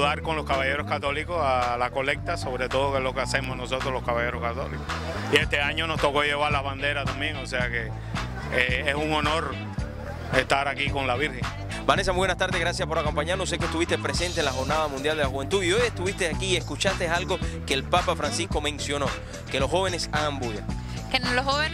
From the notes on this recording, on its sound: ON THE STREET. FIESTA A LA VIRGEN DE LA CARIDAD 2013.